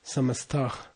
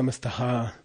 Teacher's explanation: there's a final H fricative in Sanskrit · Shown in: first take